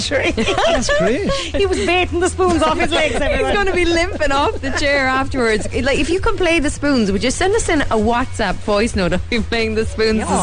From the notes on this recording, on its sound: came live from the Garden at the Hibernian Hotel in Mallow